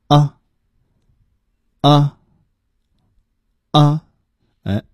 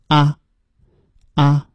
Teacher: 它是舌后音，也就是说是舌根运动发出来的音，舌根轻微的下凹发这个音呢就比较准确了 · Shown in: first take